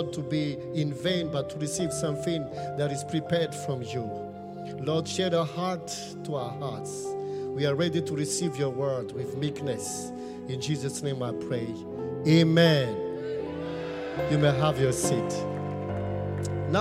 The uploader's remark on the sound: Preached at the Qodesh